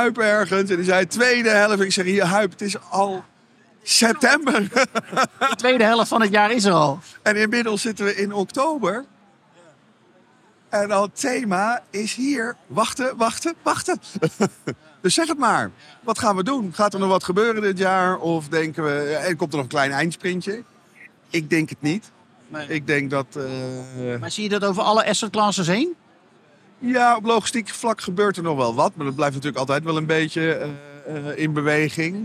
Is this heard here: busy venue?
yes